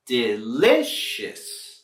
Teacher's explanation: en la palabra delicious, vamos a subir la entonación en la segunda sílaba.